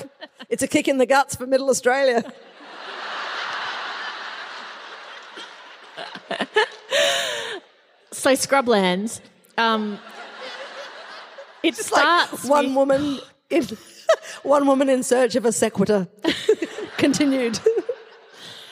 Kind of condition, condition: setting, live audience